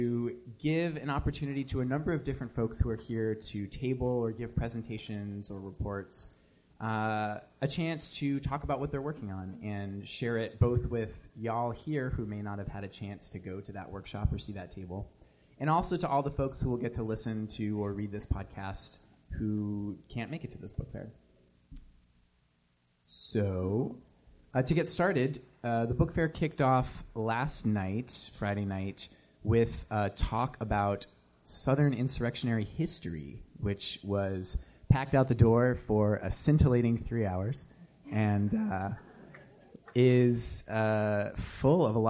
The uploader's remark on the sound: Live from the Carrboro Anarchist Book Fair! Recording an episode of the Ex-Worker in front of a live anarchist audience! Interviewed a wide range of participants from the book fair.